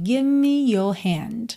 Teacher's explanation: você quase nem ouve o V. Porque você está vindo fazer o V, give, e já junta os lábios para o M.